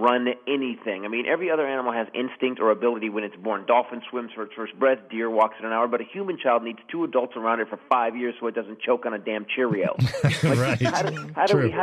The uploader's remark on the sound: joins us on the phone